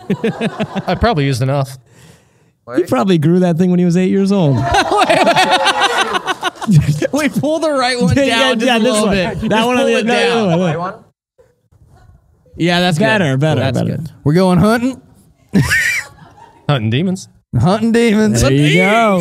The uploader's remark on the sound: This episode was filmed in front of a live audience at the haunted Waverly Hills Sanatorium in Louisville, KY on August 15, 2022.